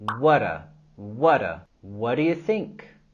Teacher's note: La letra T al final de what y la letra D al inicio de do, podemos juntarlos para formar un solo sonido como la R suave en español.